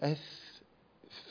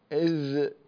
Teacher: الثاء من فحثه شخص سكت فهو حرف مهموس وليس مجهورا · Shown in: first take · والحرف المجهور يهتز فيه الوتران الصوتيان بخلاف المهموس لا يهتزان فيه اللي هما الوترين.